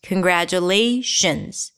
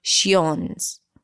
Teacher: The I-O-N at the end is always reduced to a schwa. · Shown in: first take